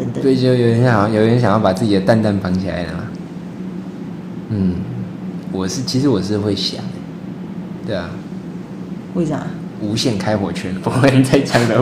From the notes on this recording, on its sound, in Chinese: 這次來到外面錄音